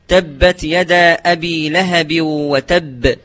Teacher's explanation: قلقلة أشد، وتكون على الحرف الساكن المشدد من حروف القلقلة عند الوقف